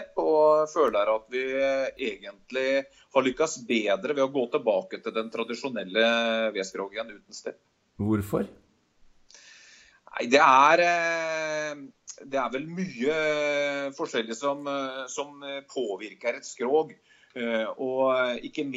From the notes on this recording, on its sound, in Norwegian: I ukens podcast har vi tatt en Skype-prat